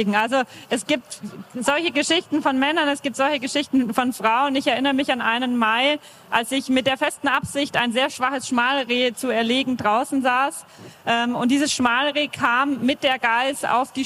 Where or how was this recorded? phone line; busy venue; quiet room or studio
busy venue